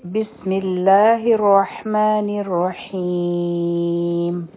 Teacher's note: په دې کې خیال ساتل دي چې رابه غټه وایو او شد دی په را باندې، او حابه د حلق نه وایو